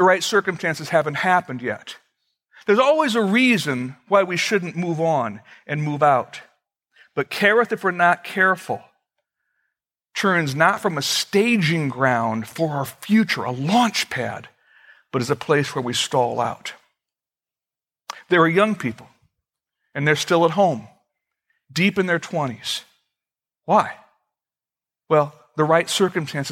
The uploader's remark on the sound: Originally recorded February 23, 2014, at Fellowship Missionary Church, Fort Wayne, IN.